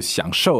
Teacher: that's third and fourth tones